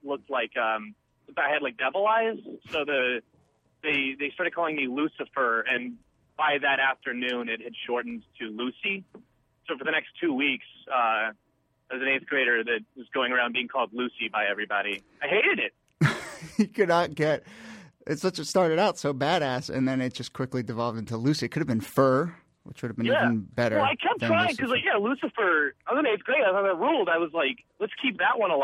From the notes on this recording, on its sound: Another WFMU call-in special -- Ask Roulette live with callers and special guests